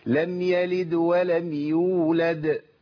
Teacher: لم يلد بس قلقله في الوسط ولم يولد قلقله ثانيه في الاخر